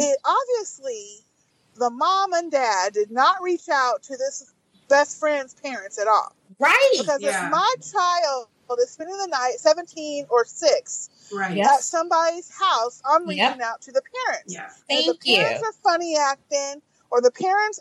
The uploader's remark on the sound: car-casting so please excuse the audio quality of this episode